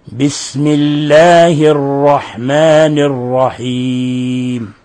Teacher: من بيان همسها بسم الله دون مبالغة، بسم الله الرحمن الرحيم، دون أن نحرك السين ودون أن نشددها ودون أن نذهب همسها لأن الهمس صفة لازمة لها